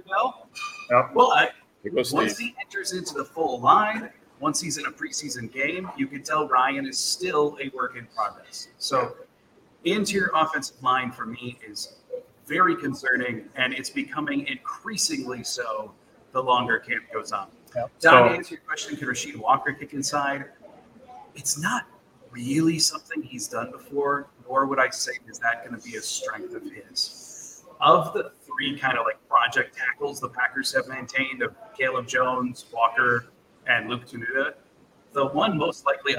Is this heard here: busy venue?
yes